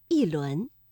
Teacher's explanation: 第二句“一轮明月”，这里的“一”读四声